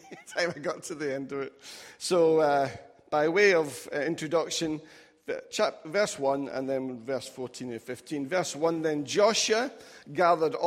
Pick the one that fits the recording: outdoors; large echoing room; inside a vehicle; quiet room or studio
large echoing room